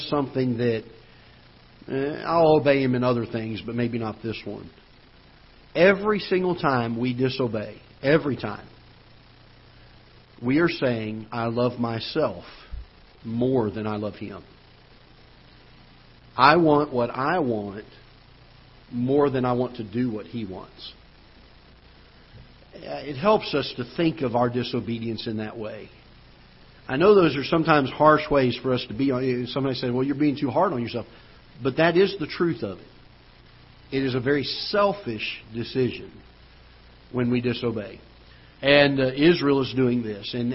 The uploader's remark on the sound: Ketha Heights Baptist Church ~ Live Broadcast